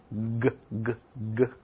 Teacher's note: a voiced velar sound, where now we've got the back of the tongue up against the back of the velum · Term: voiced velar stop